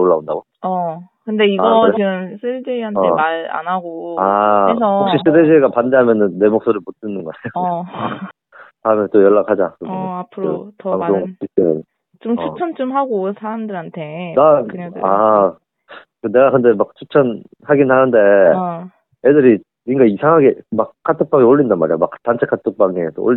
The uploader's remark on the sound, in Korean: 리얼한 통화 녹음 들려드리겠습니다. (중반부부터는 음량을 조금 키워주세요 ~).